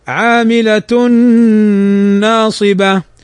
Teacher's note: تنوين بعده النون، والنون من حروف الإدغام بغنة، فنغنها بمقدار حركتين